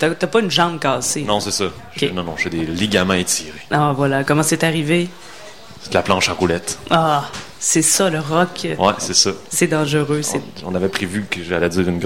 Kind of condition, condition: setting, busy venue